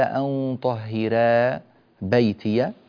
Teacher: رققنا هنا الراء في كلمة طهرا، وبينا أنها مرققة، والسبب في ذلك أنها مفتوحة وقبلها كسر